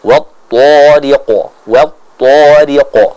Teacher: Yaitu kita memantulkan, ya, memantulkan suara dari huruf qaf ini dengan vokal huruf o · Term: qalqalah